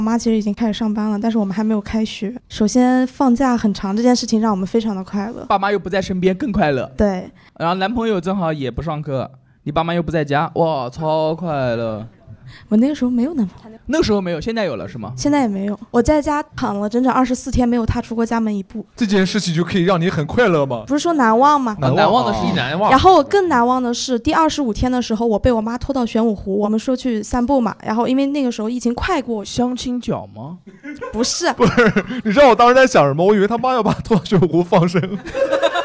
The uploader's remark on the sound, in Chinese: 2020年无名喜剧跨年现场录音。2020年12月31日，我们举办了线下跨年聚会，在2021年1月1日的那刻，我们开启了新一年共处一室的录制。